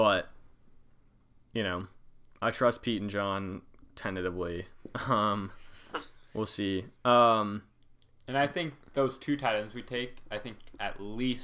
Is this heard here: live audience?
no